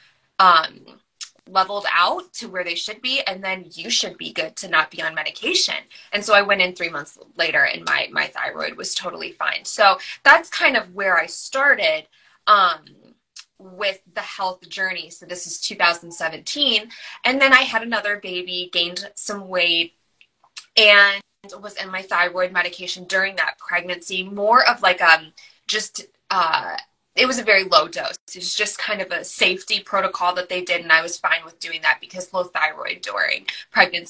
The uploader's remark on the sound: Originally recorded on Instagram Live